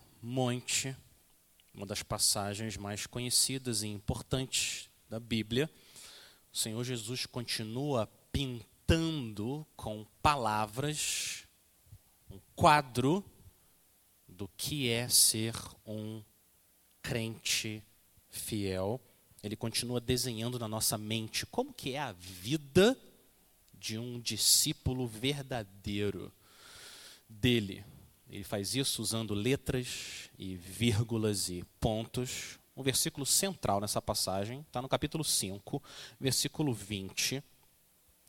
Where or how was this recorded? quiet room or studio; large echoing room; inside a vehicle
large echoing room